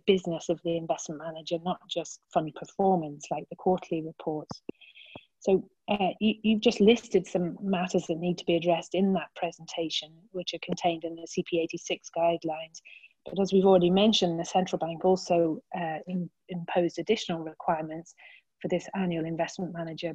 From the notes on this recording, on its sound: an extract of the recording of the specific webinar on 24 April 2020